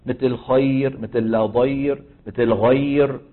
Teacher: فلما بتلاقي راء ساكنة وقبلها ياء لينية، يعني ياء مسبوقة بفتحة، مثل خير، مثل لا ضير، مثل غير، هذه حكمها الترقيق، لأن الراء سبقت بإيه؟ بياء لينية